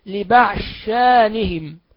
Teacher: يقرأ السوسي هذا الموضع بإدغام الضاد في الشين